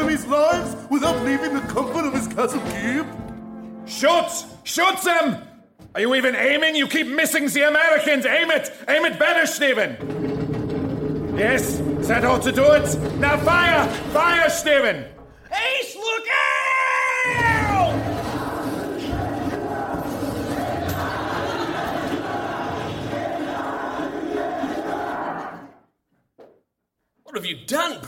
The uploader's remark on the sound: Recorded Live 1/8/2011 at Largo, Los Angeles.